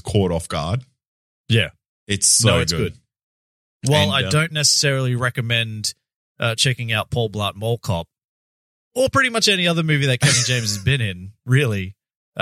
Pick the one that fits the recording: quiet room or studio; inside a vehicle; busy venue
quiet room or studio